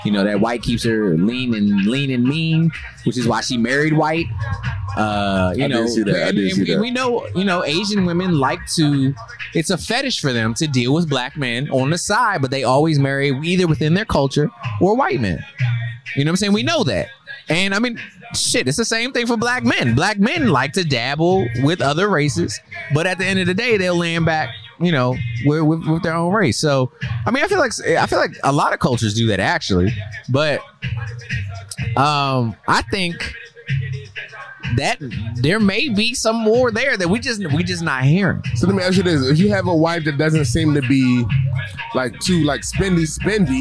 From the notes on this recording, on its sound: We took the LAID Podcast on the road to the DJ Sound Off battle